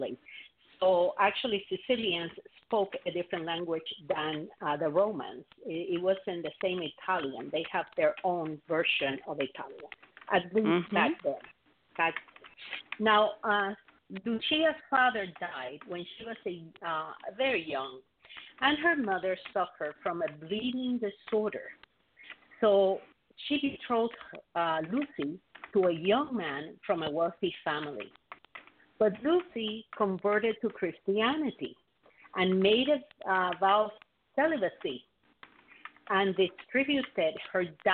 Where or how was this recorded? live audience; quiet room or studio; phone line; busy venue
phone line